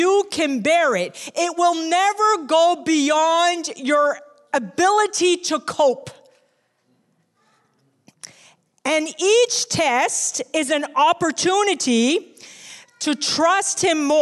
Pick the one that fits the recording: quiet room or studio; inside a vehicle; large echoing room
large echoing room